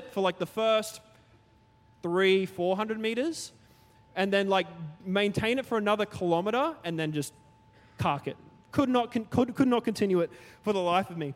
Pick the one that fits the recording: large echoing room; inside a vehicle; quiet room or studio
large echoing room